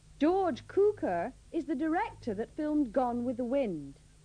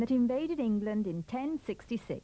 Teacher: remember to pronounce the pronoun that with the schwa